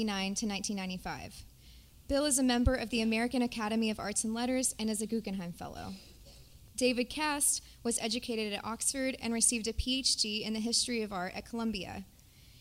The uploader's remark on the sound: From the evening lecture series at the New York Studio School, a panel discussion